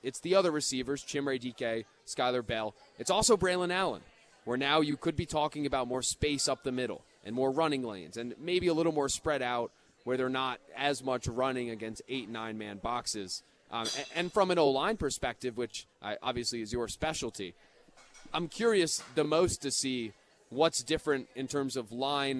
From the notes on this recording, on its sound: live from Monk's in Sun Prairie